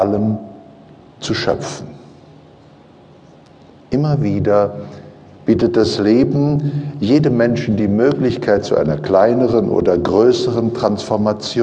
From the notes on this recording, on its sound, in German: Dieser Live-Mitschnitt ist nicht mit einer Studio-Qualität gleichzusetzen und gerade das macht ihn so einzigartig - natürlich, sympathisch, unverfälscht - Hintergrundgeräusche machen das Seminar lebendig und zu etwas Einzigartigem.